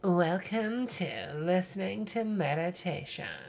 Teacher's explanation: She has like a little bit of that like vocal fry.